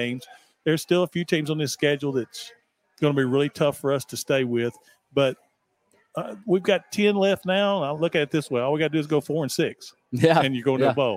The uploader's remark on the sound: LIVE from Chili's on West End